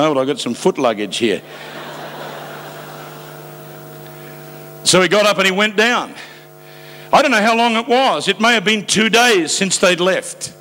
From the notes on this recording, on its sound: Preached live from South Africa.